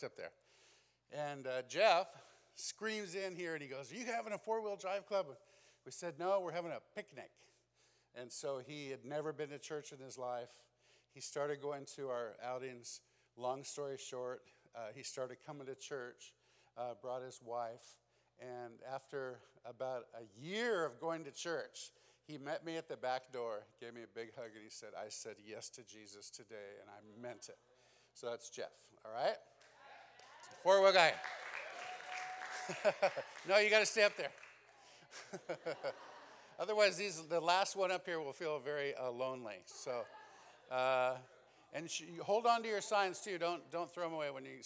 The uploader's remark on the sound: This special episode is a recording of our Second & Final Night Session at Immerse Weekend 2022.